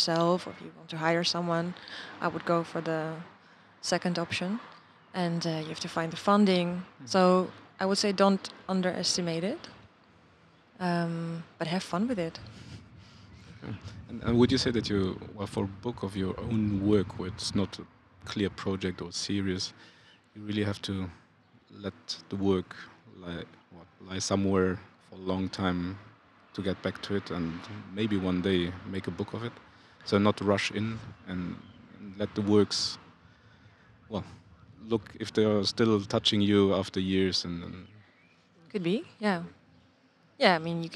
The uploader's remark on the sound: This year’s Luxembourg Street Photography Festival. In a casual talk outside the Rotondes in Bonnevoie.